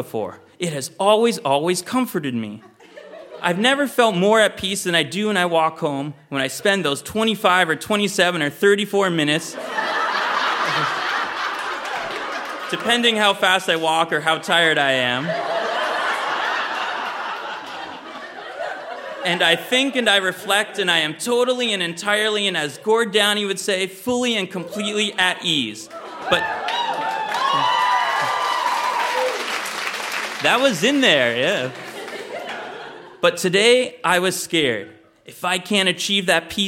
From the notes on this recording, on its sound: Recorded live at Charlotte Street Arts Centre in Fredericton.